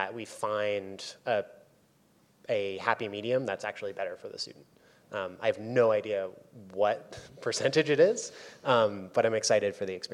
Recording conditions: live audience